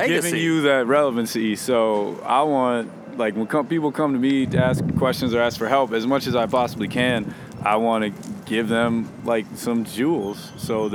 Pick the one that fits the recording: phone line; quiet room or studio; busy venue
busy venue